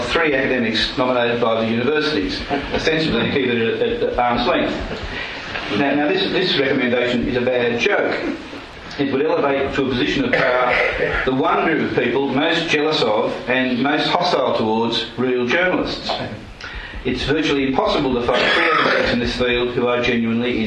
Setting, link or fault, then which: setting, live audience